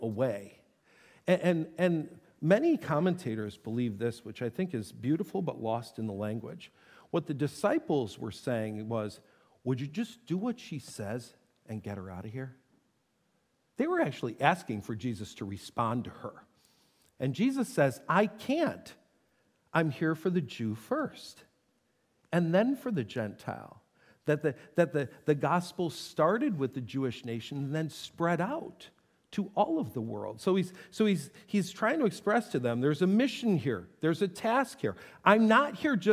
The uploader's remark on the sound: This teaching was delivered on Sunday, January 21, 2024 at SouthField Church.